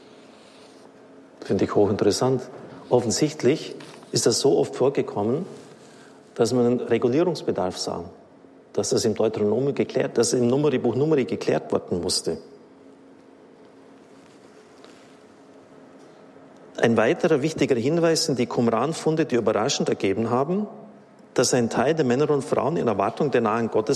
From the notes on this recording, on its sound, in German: Vortrag aus dem Oktober 2021, gehalten beim Marianischen Kongress in Aschaffenburg.